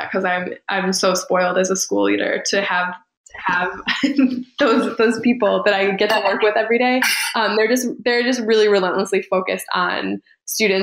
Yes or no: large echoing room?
no